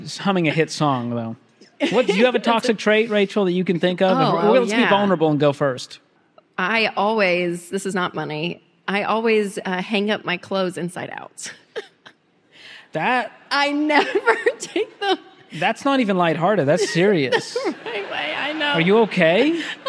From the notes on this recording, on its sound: A LIVE audience.